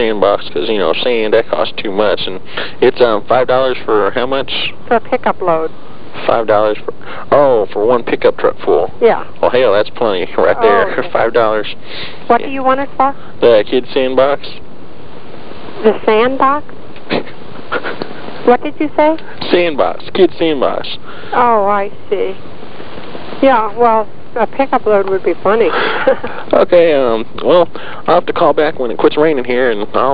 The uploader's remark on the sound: Prank Phone Calls Collection